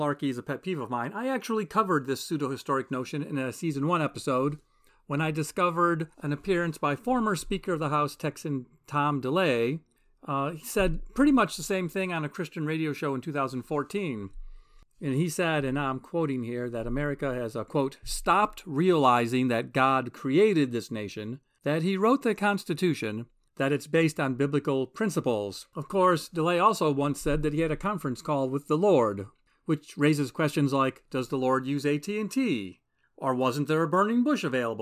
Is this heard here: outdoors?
no